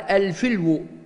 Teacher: ينطق في العربية بكسر الفاء وسكون اللام كما هو في لهجتنا، فيقال الفلو، والفلو في العربية كالجرو أيضا لولد الكلب، فبكسر الفاء الحرف الأول فاء الكلمة وسكون لامها.